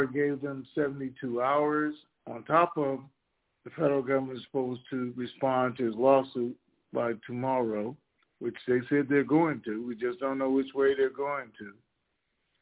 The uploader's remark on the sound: TNTSuperfantastic Conference Call